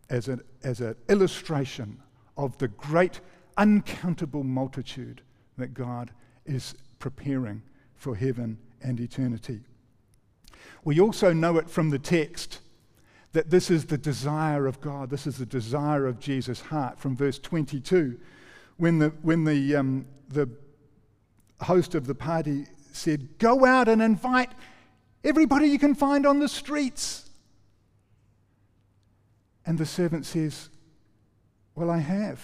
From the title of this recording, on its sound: recorded 5-11-23 PM gathering